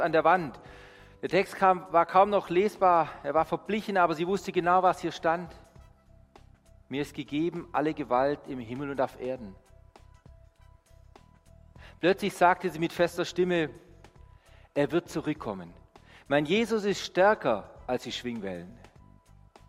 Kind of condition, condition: setting, large echoing room